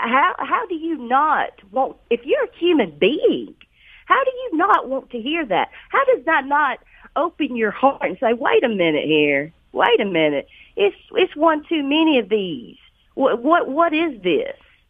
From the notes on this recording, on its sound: joins me on the phone